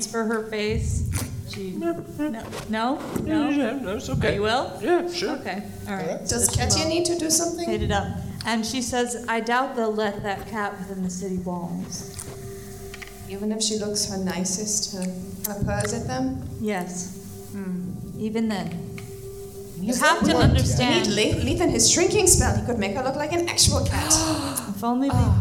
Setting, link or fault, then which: setting, live audience